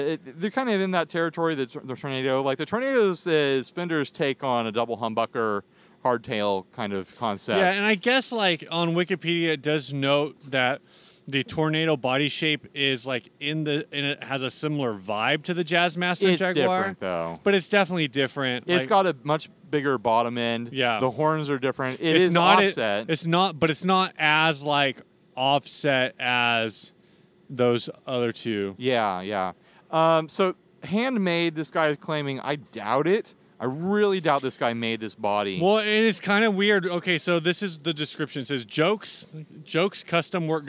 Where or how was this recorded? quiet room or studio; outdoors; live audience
outdoors